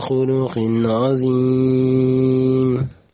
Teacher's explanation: في كلمة خلق عظيم قلت خلق عظيم، يعني القاف انقلبت إلى خاء، والظاء انقلبت إلى زاي، وهذا غير صحيح